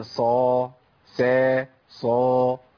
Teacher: وزي ما سمعنا في الصاد الصفير لازم نسمعه في السين، بس في حاجه مهمه قوي لازم نعرفها، ان الهمس في السين اعلى من الهمس في الصاد، والصفير في الصاد اعلى من الصفير في السين، لان الصفير صفه قوه تتناسب مع قوه الحرف فبيبقى ضعيف مع السين شويه، والهمس صفه ضعف، والصاد حرف اقوى من السين فتبقى مع السين اقوى.